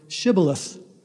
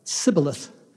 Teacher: Ephraimites would pronounce the word with an S sound · Shown in: second take · Sibboleth, because they had difficulty pronouncing the SH sound.